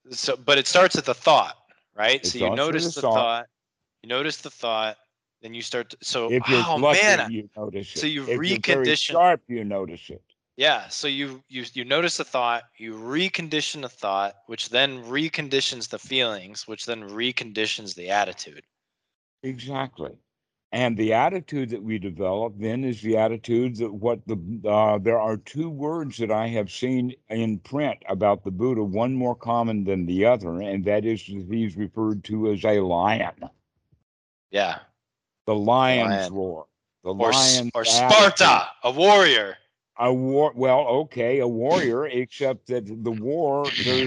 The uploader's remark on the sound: skype calls on this channel